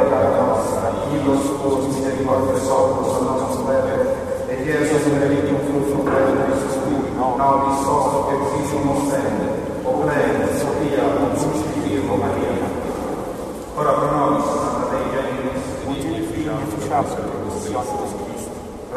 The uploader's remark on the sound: This is what it sounds like in this Roman church. This was originally called Santa Maria in Catarina.